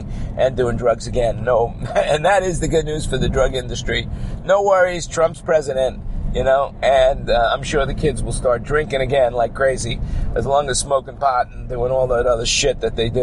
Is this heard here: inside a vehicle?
yes